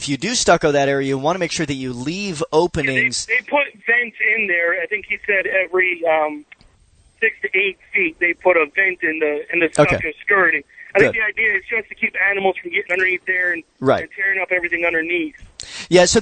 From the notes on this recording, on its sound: talk with callers